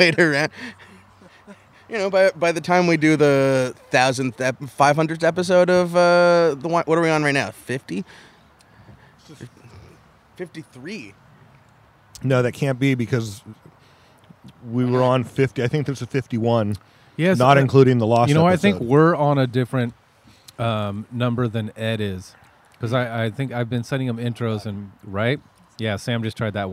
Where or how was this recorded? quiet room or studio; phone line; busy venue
busy venue